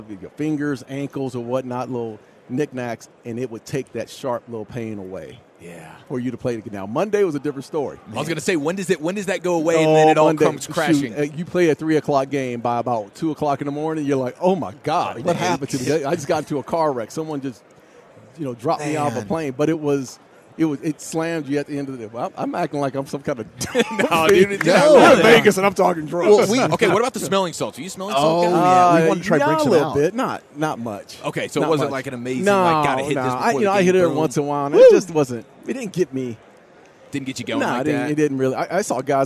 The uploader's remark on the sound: live from Super Bowl Radio Row